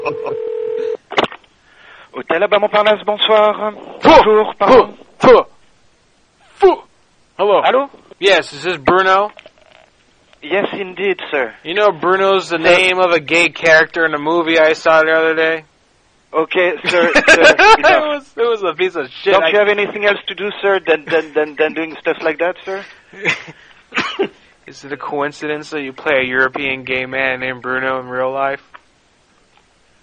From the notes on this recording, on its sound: Prank Phone Calls